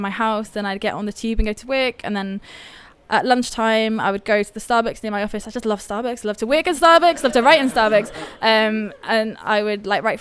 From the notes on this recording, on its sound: Coming to you live, from the Effra Social in Brixton, it's The Riff Raff June Meet Up! Live Event.